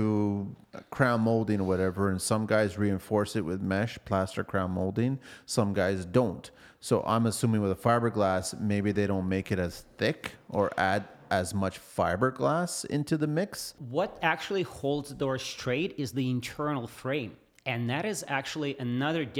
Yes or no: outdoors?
no